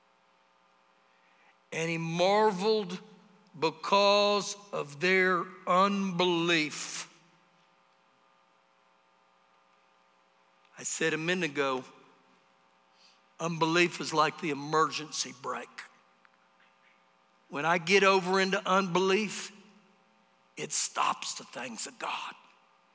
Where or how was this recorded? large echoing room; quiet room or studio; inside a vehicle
large echoing room